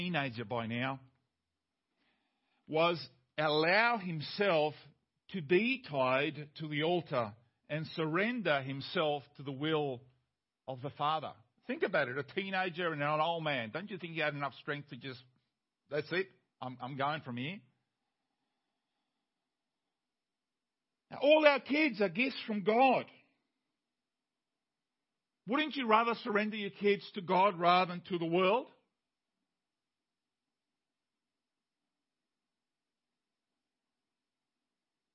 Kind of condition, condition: setting, large echoing room